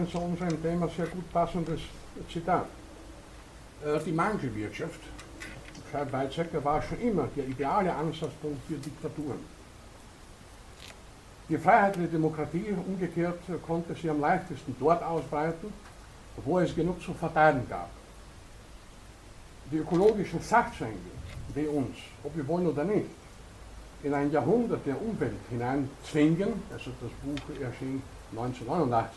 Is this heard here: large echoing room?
yes